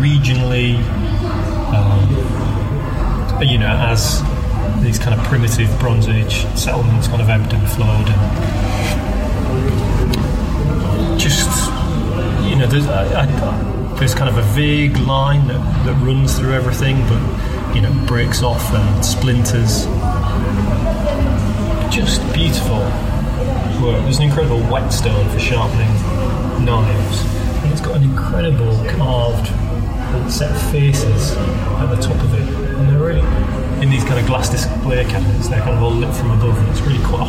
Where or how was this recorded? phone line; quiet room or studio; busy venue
busy venue